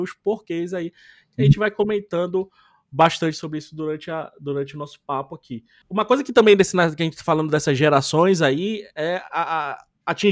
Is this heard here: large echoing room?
no